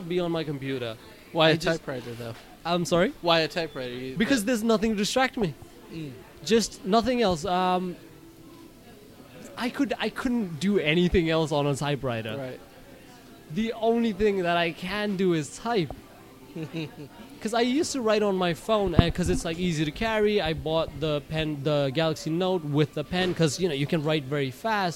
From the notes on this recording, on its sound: At the KGFC Filmmakers Lounge hosted by Ateaz Organic Coffee & Tea. During the Kew Gardens Festival of Cinema in 2017.